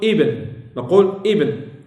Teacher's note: ابن ألفه همزة وصل لكن تقرأ تبدأ به بالكسر، نقول ابن، نقول ابن.